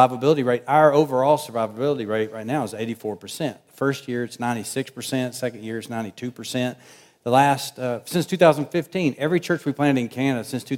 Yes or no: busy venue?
yes